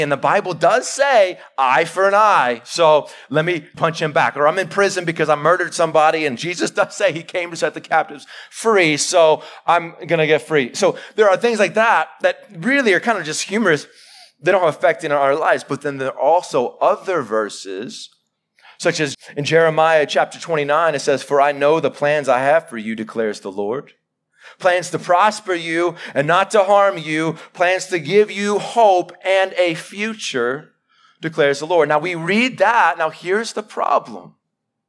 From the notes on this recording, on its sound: Live sermon recorded 11-July-2021